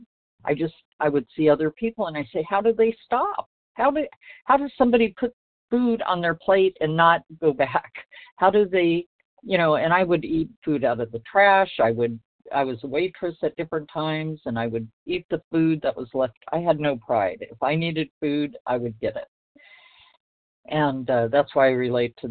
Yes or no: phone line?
yes